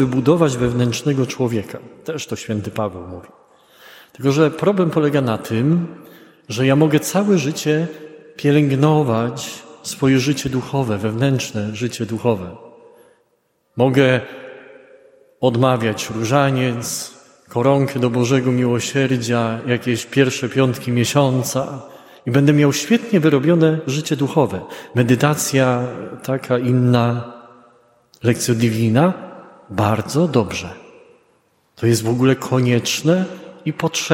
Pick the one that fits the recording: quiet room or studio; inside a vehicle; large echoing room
large echoing room